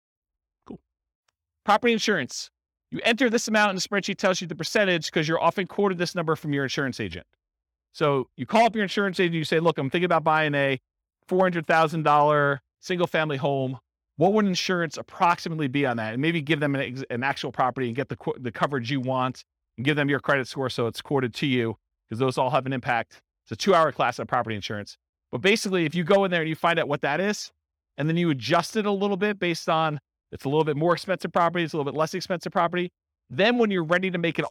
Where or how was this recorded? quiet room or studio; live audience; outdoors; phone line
live audience